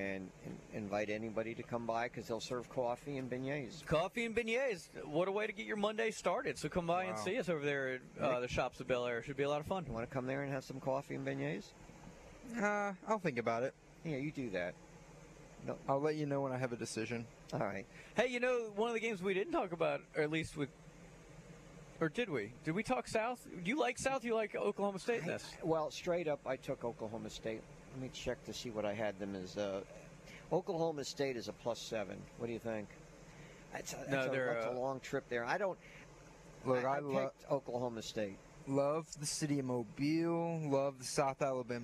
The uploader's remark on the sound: LIVE from Spanish Fort High School on the morning of their match up against Saraland!